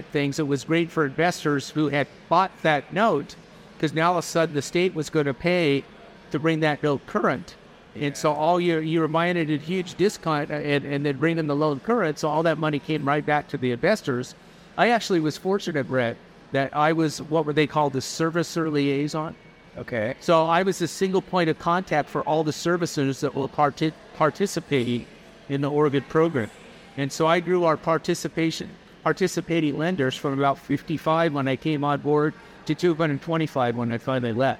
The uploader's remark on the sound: recorded at DME 2023